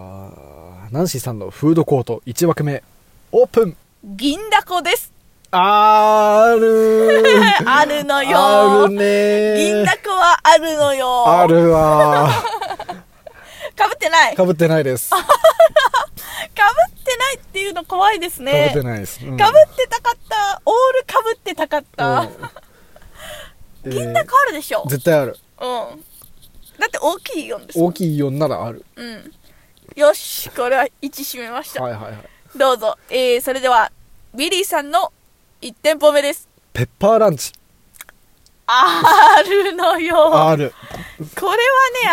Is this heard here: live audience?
no